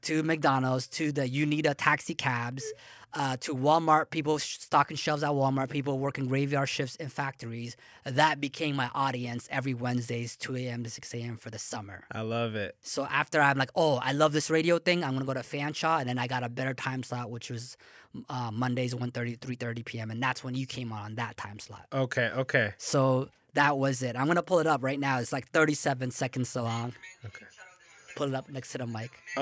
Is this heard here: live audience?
no